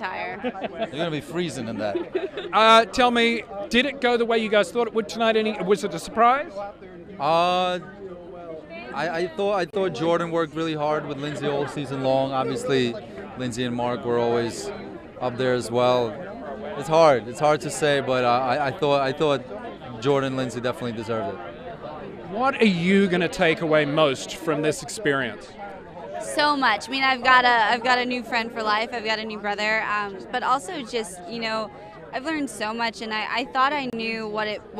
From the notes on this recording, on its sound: On the Red Carpet at Dancing With The Stars. Get a live look at the red carpet after every episode.